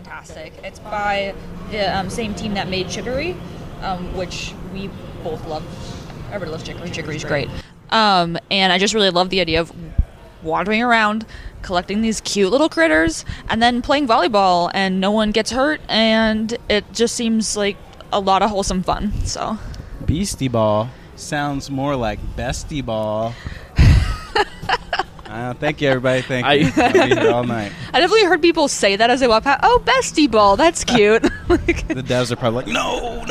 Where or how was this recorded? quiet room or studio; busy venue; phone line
busy venue